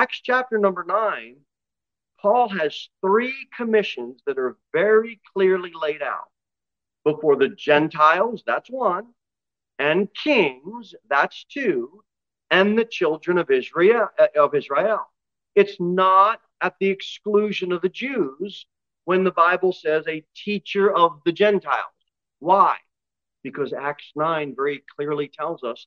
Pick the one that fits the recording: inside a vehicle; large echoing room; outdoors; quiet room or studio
large echoing room